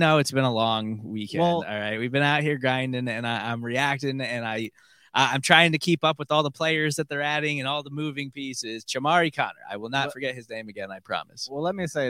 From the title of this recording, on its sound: Live from the NFL Draft Day 3